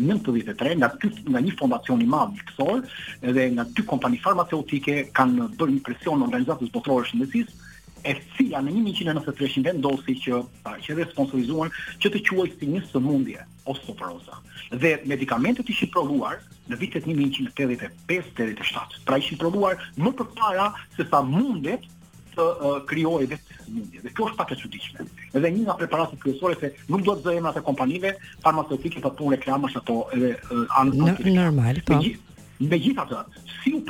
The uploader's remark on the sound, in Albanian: Në një lidhje telefonike nga Suedia për “Live From Tirana”